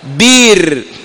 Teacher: أبدلوا الهمزة هذه ياء من جنس حركة الباء المكسورة التي قبلها